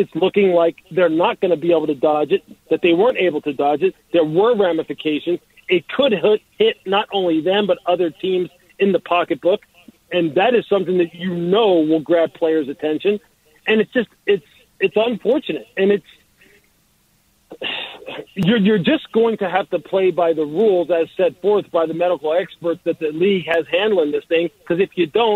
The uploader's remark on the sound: We open the phones.